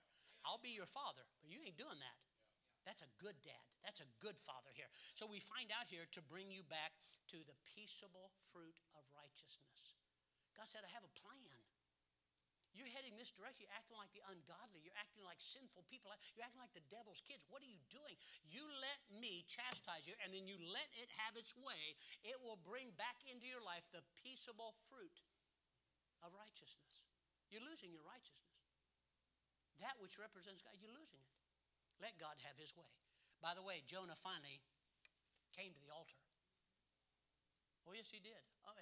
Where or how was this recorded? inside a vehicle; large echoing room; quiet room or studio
large echoing room